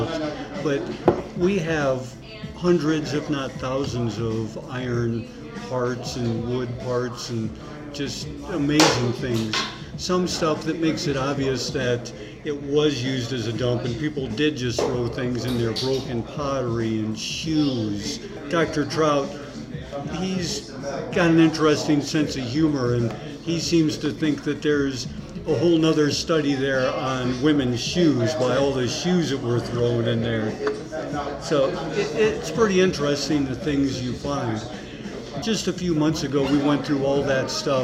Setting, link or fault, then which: setting, busy venue